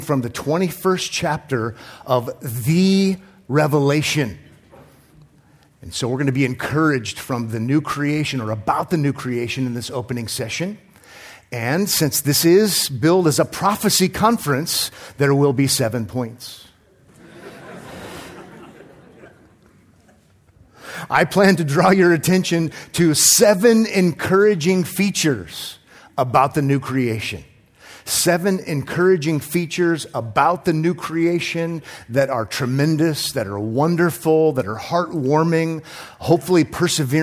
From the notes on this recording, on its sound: This week's episode is taken from the first session from the recent 2023 Pactum Conference.